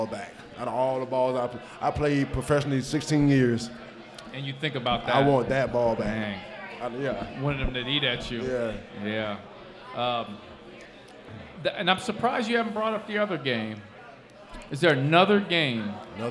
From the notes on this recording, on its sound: LIVE at Mio's.